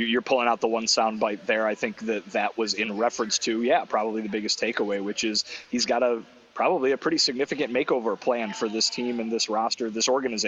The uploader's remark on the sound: LIVE from the GM Meetings in Scottsdale, Arizona